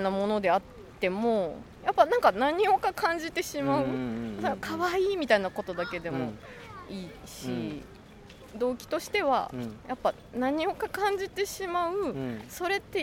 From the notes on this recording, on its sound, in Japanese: 明治神宮に蚊が出はじめたので、上野公園へと収録場所を移しました。